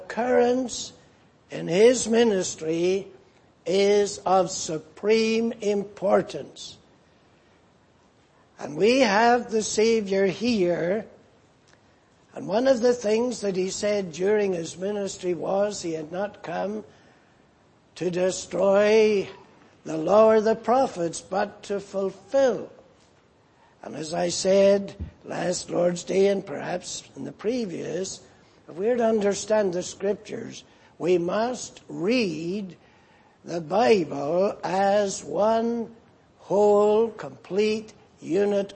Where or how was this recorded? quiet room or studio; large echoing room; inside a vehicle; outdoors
large echoing room